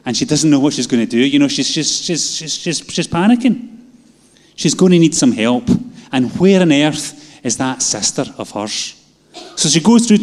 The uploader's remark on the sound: Live from our Sunday gathering on 10/07/22